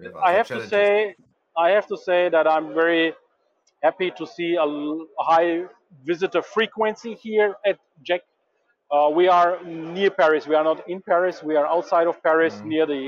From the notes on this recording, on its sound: Overview of JEC World from the showfloor. “Welcome to the Composites Lounge live from the JEC.